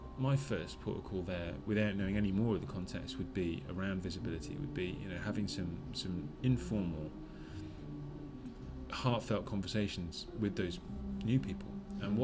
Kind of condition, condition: setting, busy venue